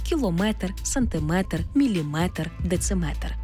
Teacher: В іншомовних словах, які позначають міри довжин, наголос падає на метр